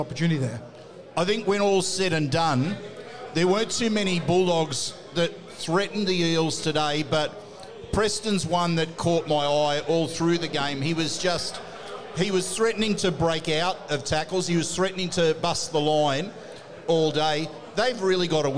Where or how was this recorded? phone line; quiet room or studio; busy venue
busy venue